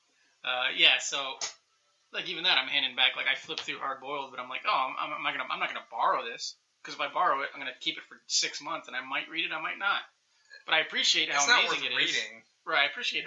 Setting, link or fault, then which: fault, poor sound quality